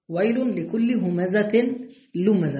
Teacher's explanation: والا اي وان لم يكن الحرفان متقاربين سمي لاحقا وهو ايضا اما في الاول نحو ويل لكل همزة لمزة، شوف الهاء من اسفل الحلق اللام من طرف اللسان